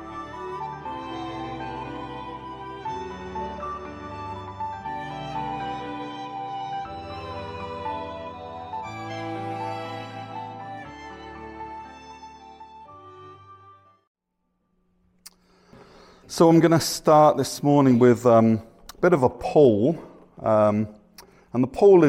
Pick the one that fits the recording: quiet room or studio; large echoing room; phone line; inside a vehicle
large echoing room